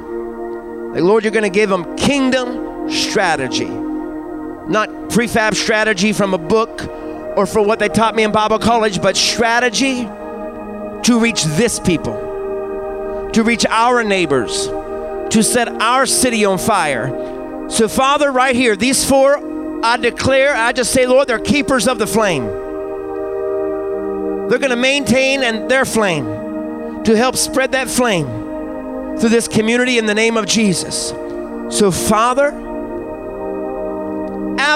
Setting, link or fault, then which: setting, large echoing room